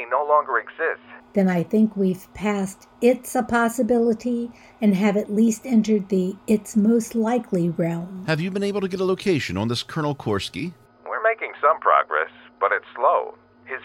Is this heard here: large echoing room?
no